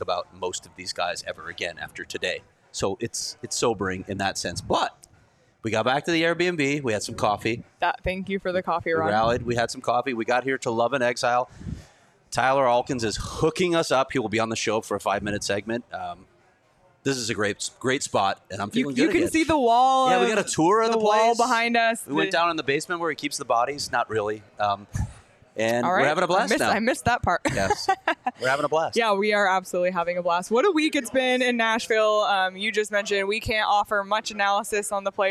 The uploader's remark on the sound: live from Love & Exile in Nashville